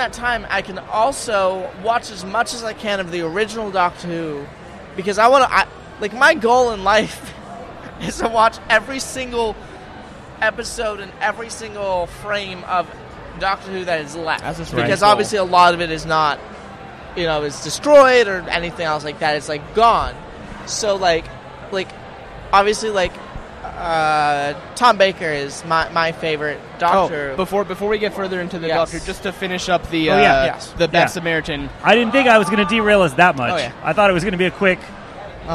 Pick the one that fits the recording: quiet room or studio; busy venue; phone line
busy venue